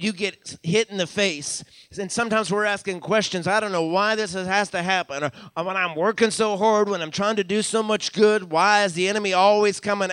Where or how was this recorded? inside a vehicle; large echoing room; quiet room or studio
large echoing room